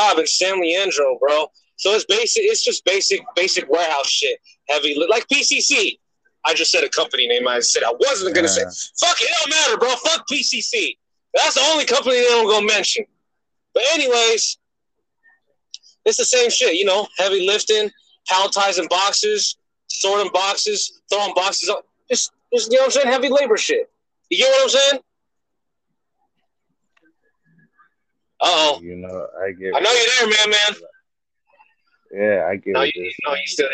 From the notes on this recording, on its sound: BEHIND THE WHEEL EDITION. While driving in traffic. As we conduct Behind The Wheels behind the wheel.